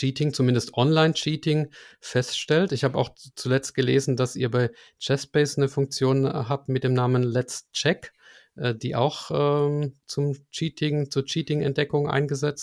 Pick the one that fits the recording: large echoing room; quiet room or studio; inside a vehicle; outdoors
quiet room or studio